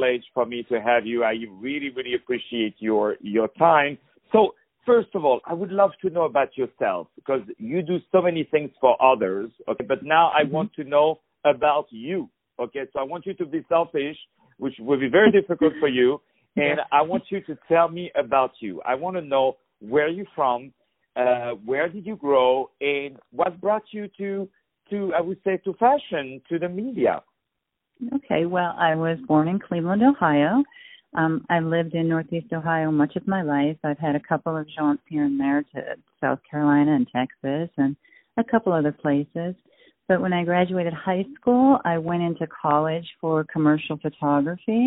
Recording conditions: phone line